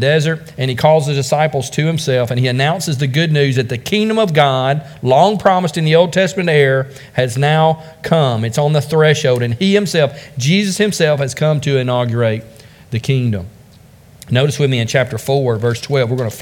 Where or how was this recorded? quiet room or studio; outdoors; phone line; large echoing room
large echoing room